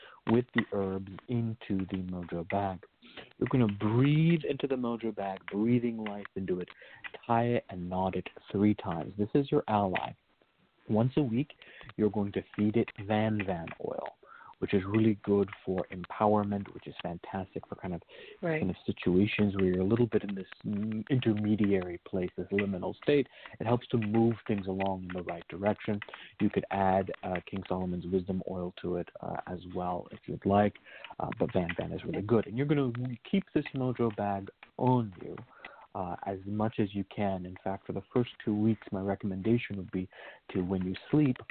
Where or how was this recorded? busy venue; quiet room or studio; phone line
phone line